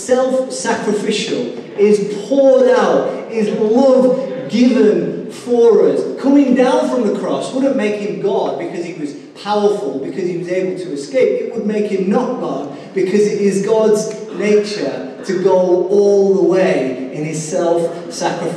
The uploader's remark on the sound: Recorded live at Life Church on Sunday 21st April 2019.